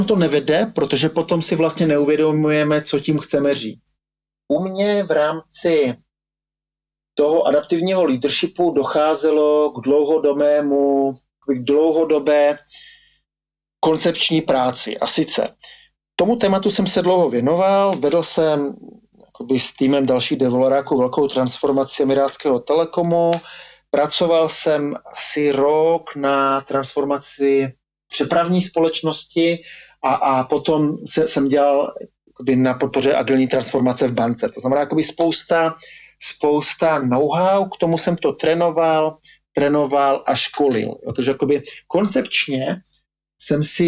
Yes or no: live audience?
no